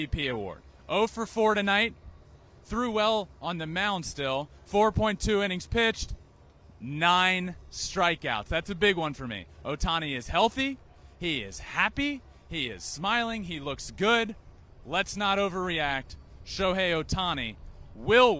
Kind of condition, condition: setting, busy venue